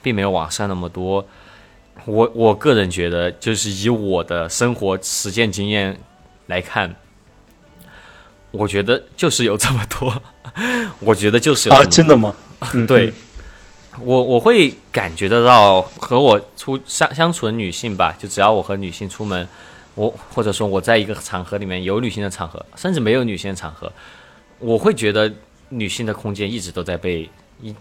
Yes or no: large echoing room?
no